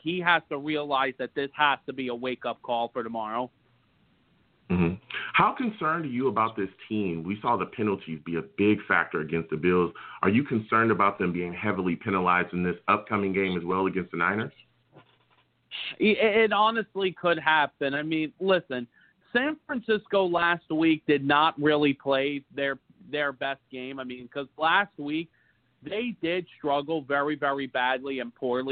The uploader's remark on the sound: I’ll also take live callers!